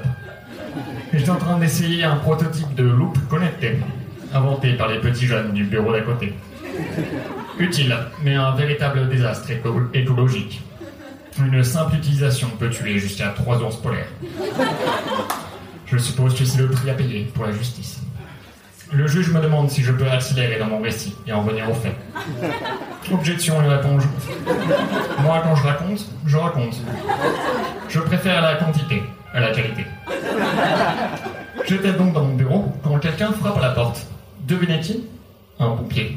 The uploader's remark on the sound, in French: Enregistré en public et en direct au One More Joke.